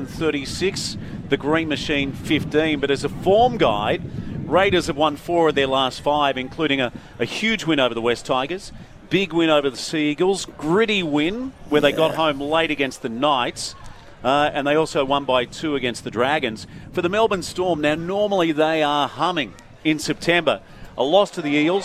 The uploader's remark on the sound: Live from Woy Woy oval at the local Rugby Finals. Some other interviews live on site.